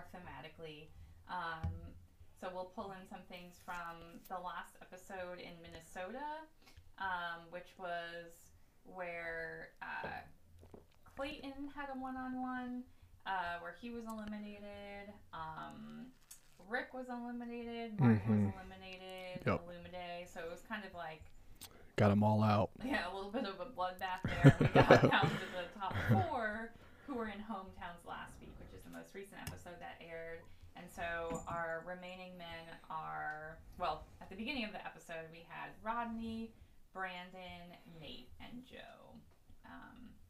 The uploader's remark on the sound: Audio was so fuzzy that it was totally unusable. Mic recording. Speaking in the background. We apologize for the uneven audio.